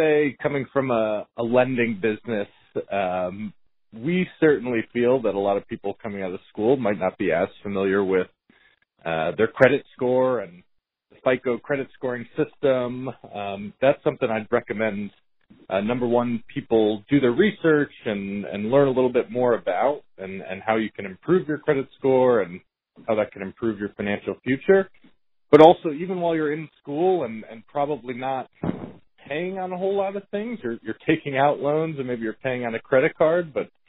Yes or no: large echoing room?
no